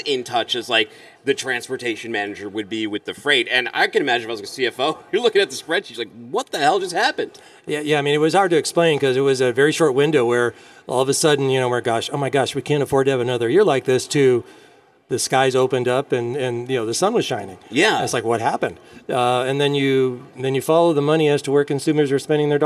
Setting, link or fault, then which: setting, busy venue